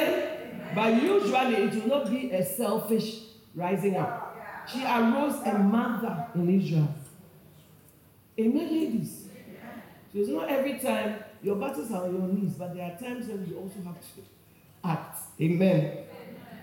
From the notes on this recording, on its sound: Preached at Chosen Woman Conference, Accra Ghana